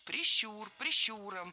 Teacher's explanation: Правильный вариант – прищур, прищуром, с ударной «у» во втором слоге.